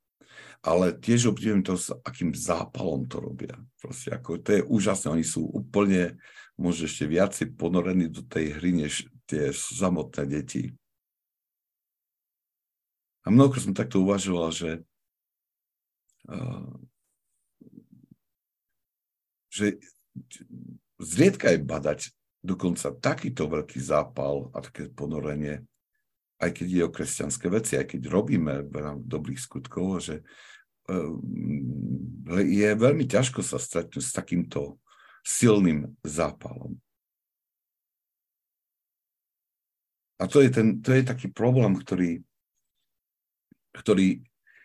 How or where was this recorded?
video call